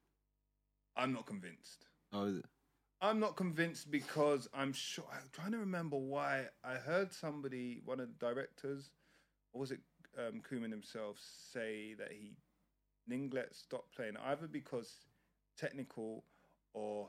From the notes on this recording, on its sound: Apologies for the sound quality after the intro, just turn us up a little